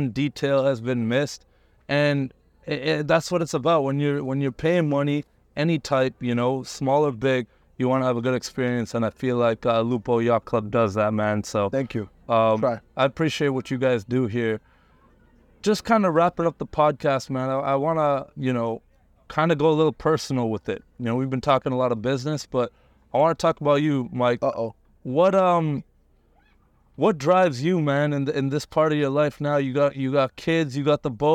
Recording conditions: inside a vehicle